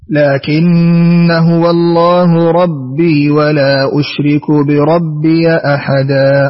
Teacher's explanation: هنا قرأت لقالون، حذفت الألف بعد النون، قصرت المنفصل، فتحت ياء الإضافة في بربي أحدا